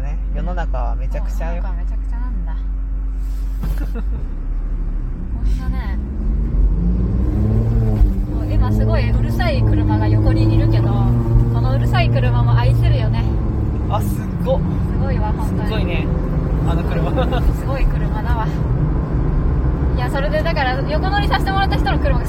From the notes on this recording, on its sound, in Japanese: 峠に行って走り屋と話したり、走ったりした。名前も知らない人の車に横乗りさせてもらいました。眠気覚ましのために車内で録っていたので、雑音まみれです。